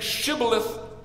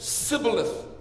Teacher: The Ephraimites lisped when they pronounced the Hebrew letter shin. · Shown in: second take · And so instead of saying shibboleth, they said sibboleth.